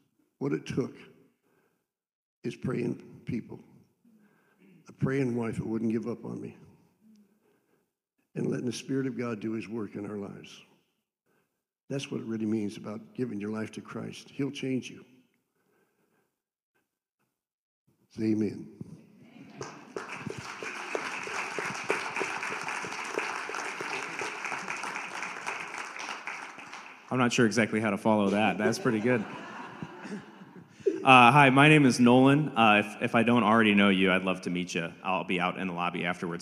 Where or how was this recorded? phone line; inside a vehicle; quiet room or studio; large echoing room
large echoing room